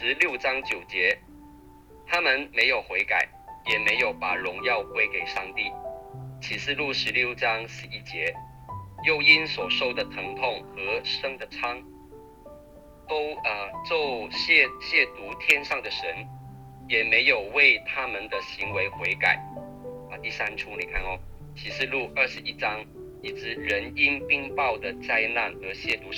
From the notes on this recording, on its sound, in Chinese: 近期錄音事工為配合疫情，錄音者全程皆配戴口罩。收音皆有些微影響。本週因應國定假日為電話錄製。